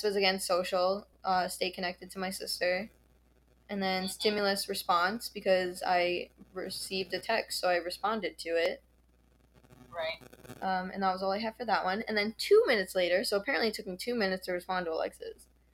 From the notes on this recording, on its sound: The audio is really annoying on this one.